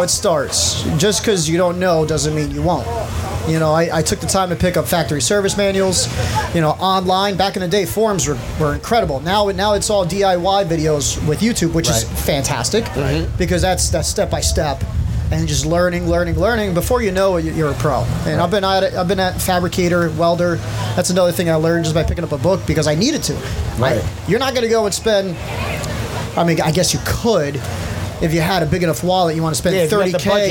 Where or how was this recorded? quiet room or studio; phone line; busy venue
busy venue